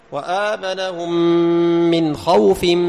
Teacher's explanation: هل مددنا الواو؟ الجواب لا، فقط أعطيناه صفة الليونة من غير مد